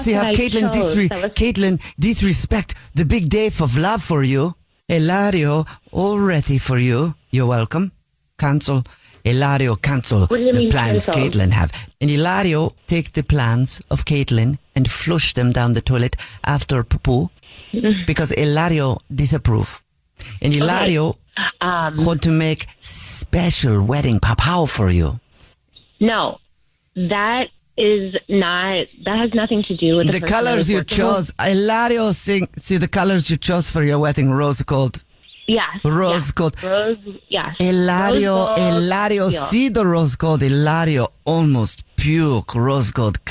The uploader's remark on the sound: A Jubal Phone Prank is when our listeners set-up a friend or family member to wake up with The Jubal Show, phone prank style